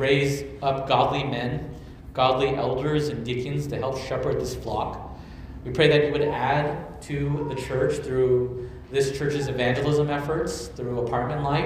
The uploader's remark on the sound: at Immanuel Church of Orange County on July 23, 2023